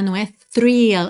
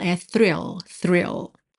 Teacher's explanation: Temos um TH, th, que já puxa para um R, e um I que não é I · Shown in: second take